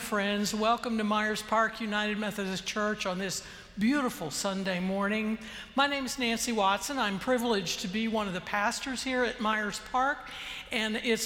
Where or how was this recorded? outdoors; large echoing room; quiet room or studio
large echoing room